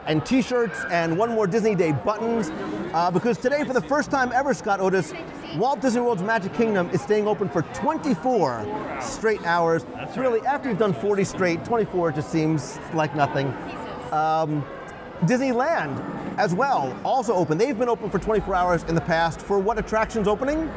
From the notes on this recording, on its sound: LIVE from One More Disney Day. LIVE interactive news show covering the Walt Disney World.